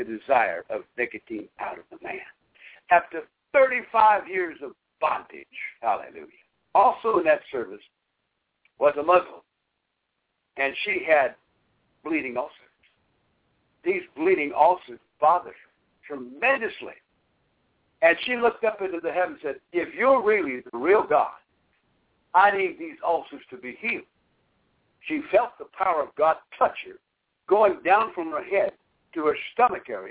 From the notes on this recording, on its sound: Via conference call.